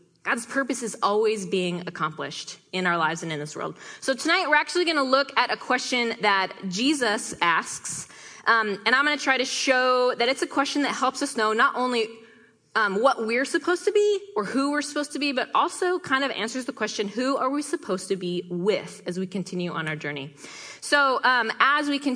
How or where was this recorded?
live audience